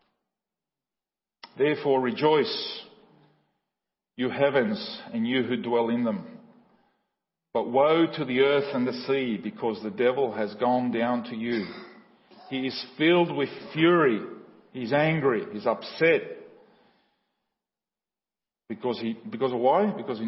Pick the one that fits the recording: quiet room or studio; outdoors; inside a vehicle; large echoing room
large echoing room